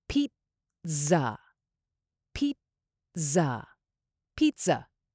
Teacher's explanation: Even though this word is spelled with two Z's, there's a T sound, T, before the Z sound, Z.